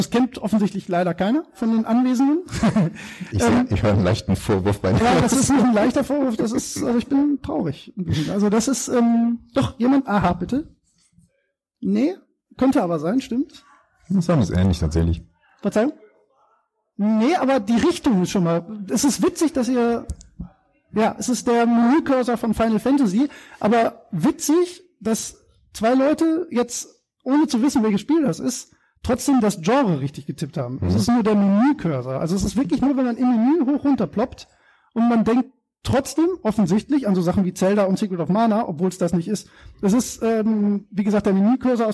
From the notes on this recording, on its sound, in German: Beim Podcamp 2017 im Unperfekthaus in Essen. Live eine ganz besondere Episode vor Publikum aufgenommen.